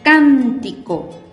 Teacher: Cargamos la voz en la antepenúltima sílaba. Can. Entonces es una palabra esdrújula y pintamos de color verde.